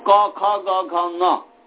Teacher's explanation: क ख ग घ ङ पांचों वर्ण का कंठ स्थान है